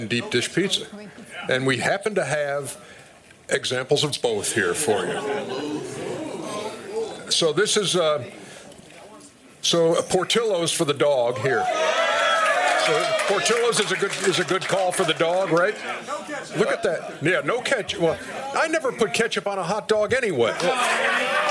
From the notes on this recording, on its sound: LIVE from NBA All-Star Weekend in Chicago. LIVE from Chicago's House of Blues, The Steam Room takes the show on the road for NBA All-Star Weekend!